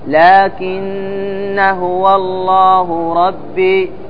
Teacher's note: وشدد النون وانطقها بفتحة